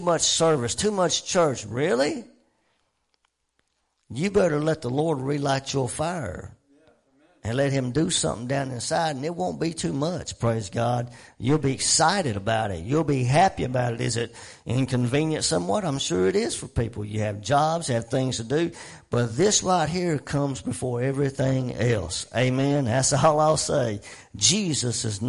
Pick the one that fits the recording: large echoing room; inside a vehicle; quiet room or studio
large echoing room